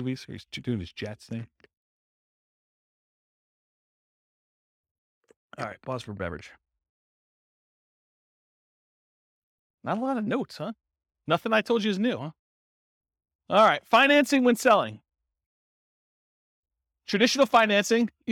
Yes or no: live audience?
yes